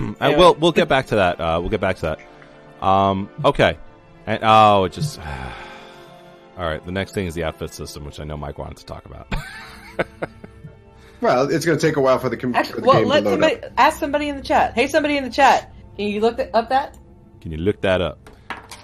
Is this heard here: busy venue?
no